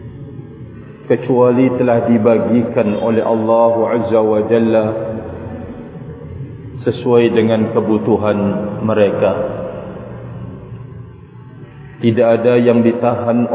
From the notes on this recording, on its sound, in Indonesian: KAJIAN ISLAM ILMIYAH SUMBAWA BARAT NTB. Masjid NURUL ISLAM (Masjid Kecamatan Maluk, KSB - NTB).